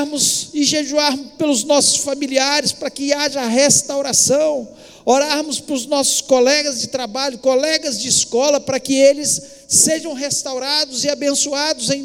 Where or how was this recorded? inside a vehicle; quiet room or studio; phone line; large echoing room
large echoing room